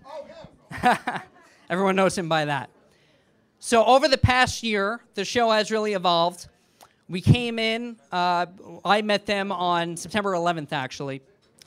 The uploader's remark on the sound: podcast live at Hunt & Fish Club in Times Square!